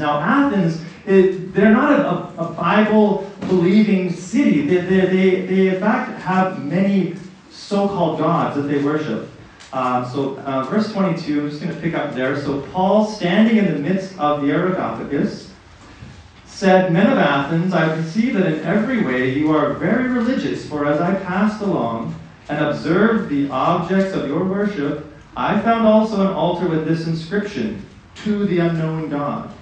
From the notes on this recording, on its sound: messages preached at Riverside Bible Camp in 2023.